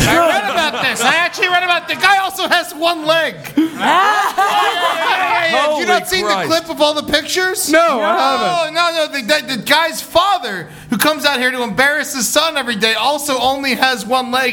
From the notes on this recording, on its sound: Live at the Cave Comedy Radio Launch Party!